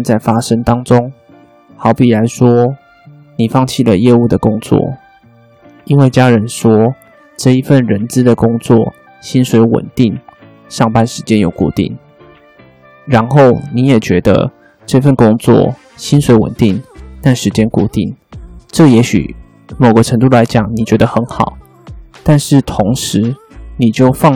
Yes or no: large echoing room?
no